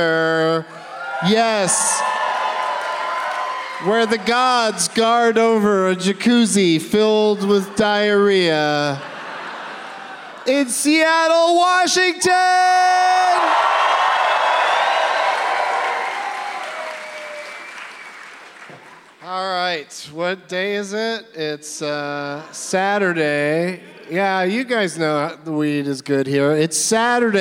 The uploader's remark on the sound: Live from the Neptune Theatre in Seattle